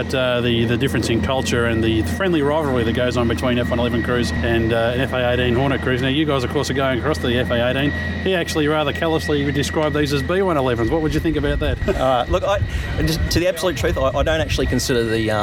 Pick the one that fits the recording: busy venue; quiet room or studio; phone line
busy venue